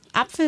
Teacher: wenn man jetzt das Wort Apfel sagt zum Beispiel, dann ist es ja auf der ersten Silbe betont · Term: Betonung